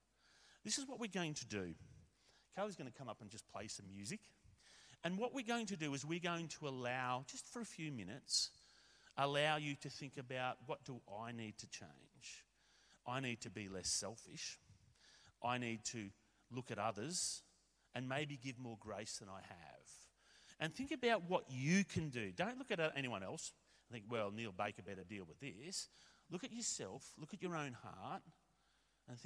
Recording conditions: large echoing room